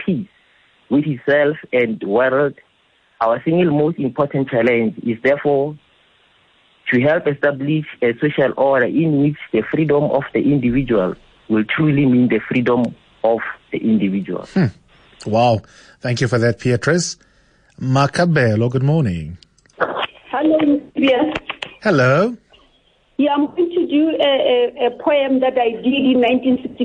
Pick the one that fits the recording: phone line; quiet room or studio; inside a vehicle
phone line